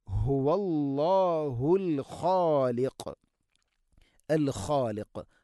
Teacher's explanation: ഹുവല്ലാഹ് എന്ന് പറയരുത്, ഹുവല്ലാഹുൽ ഖാലിഖ്, അൽ ഖാലിഖ്. ഖ തൊണ്ടയുടെ മുഗൾ ഭാഗം, ഖാഫ് അതിൻ്റെയും മേലെ ചെറുനാക്കിൻ്റെ അടുത്ത്